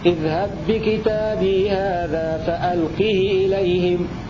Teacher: فألقه إليهم بالكسر مع القصر